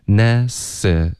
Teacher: 从一个 s 融进去一个 re，这个音比较难发。necessary，美式的发音就保持四个音节 necessary